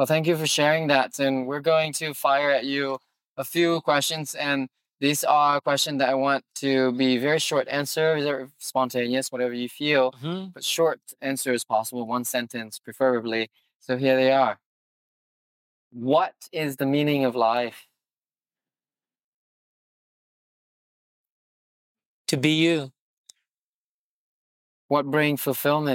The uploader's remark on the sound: Recorded this podcast right after martial class sitting on an old couch we found, overlooking the Malibu CoastLine.